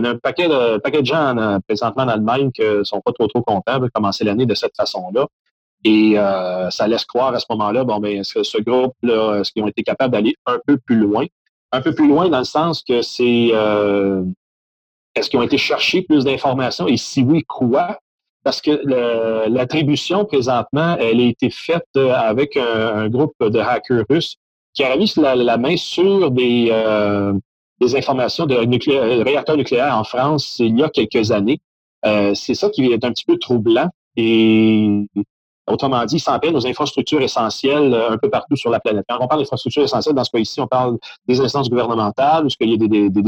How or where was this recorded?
video call